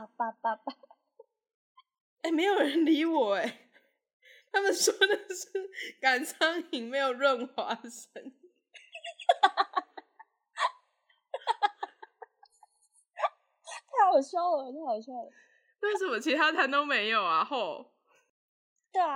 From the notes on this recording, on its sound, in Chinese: 直播節目會有一些現場音或不可抗力干擾。